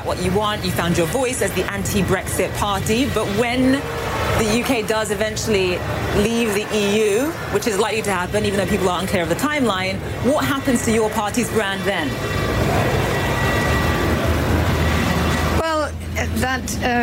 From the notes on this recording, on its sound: live from the New York Stock Exchange